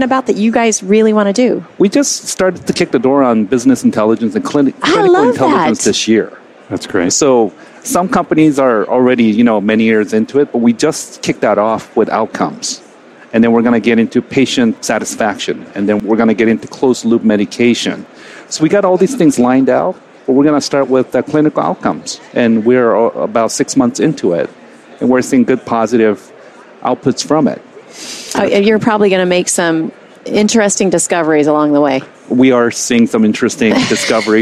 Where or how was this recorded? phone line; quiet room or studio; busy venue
busy venue